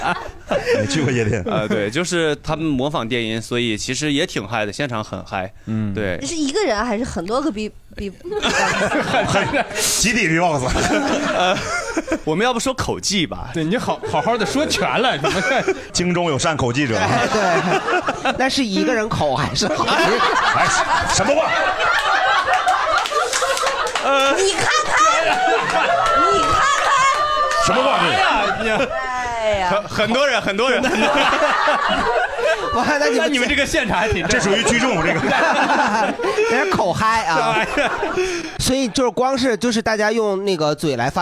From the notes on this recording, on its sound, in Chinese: 这是一档由喜剧演员们和现场观众朋友们共同录制的播客节目。